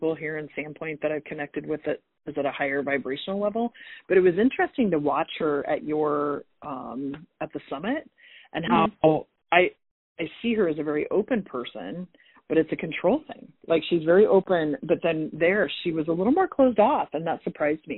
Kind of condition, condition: link, phone line